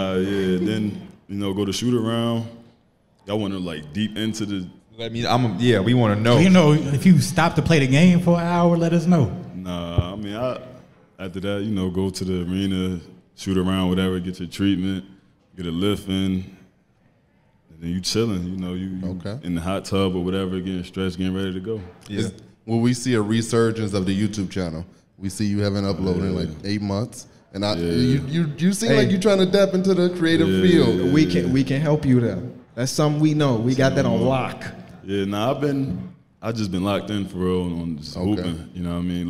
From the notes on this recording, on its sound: We're live from Vegas for NBA Summer League